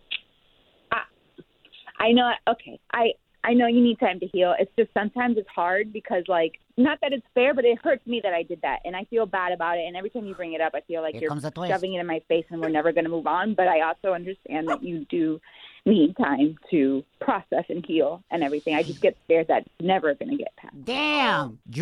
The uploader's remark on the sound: We opened up the phone lines to ask the listeners their worst back-handed compliment they received.